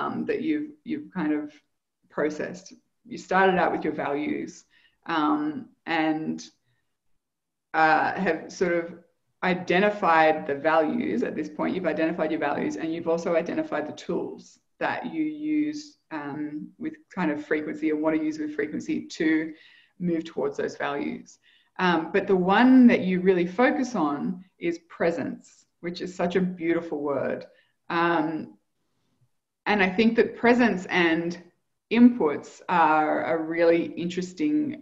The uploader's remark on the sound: Live Community Call.